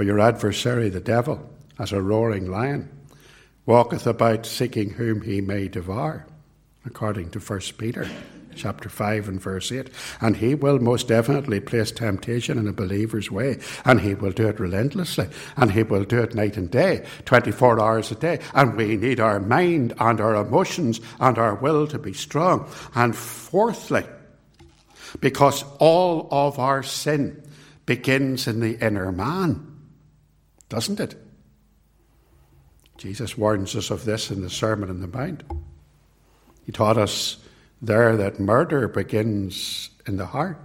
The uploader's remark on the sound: It was recorded at Templepatrick